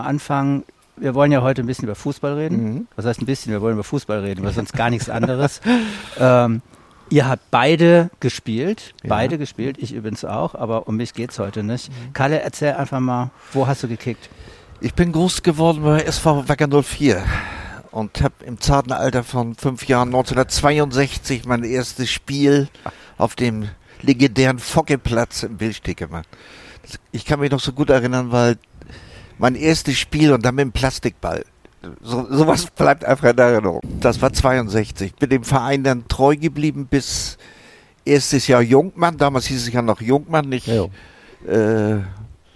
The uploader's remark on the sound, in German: Ein Fußball-Tribünen-Gespräch